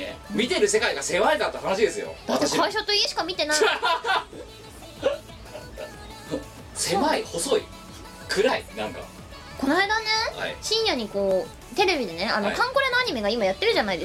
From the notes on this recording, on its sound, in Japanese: 収録時の機材トラブルか、今回も全体的にノイズが乗っています。ある程度対処してはおりますが、一部不自然に聴こえる、ノイジーな部分が残っております。